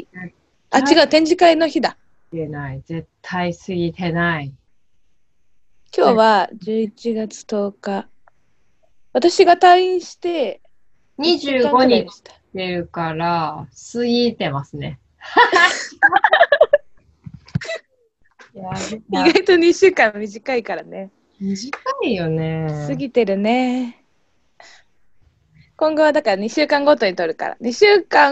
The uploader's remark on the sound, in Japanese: 東京と新潟でzoomにて収録